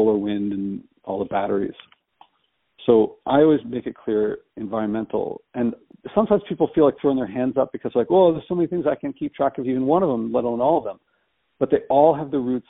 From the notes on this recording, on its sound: She told me she would record it, but since we were talking on the phone and I wasn't using my recording microphone, I forgot. Unrehearsed and raw.